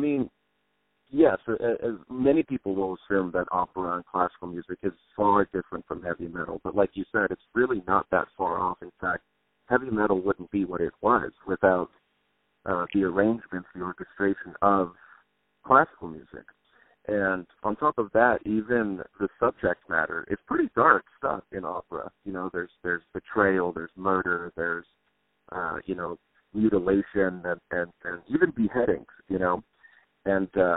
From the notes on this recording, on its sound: On the phone